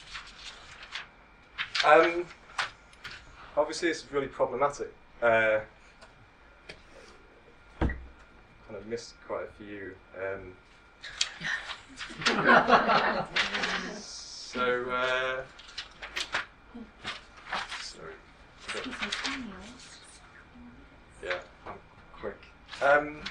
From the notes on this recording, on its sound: Speaks at SRHE Student Experience Network Event.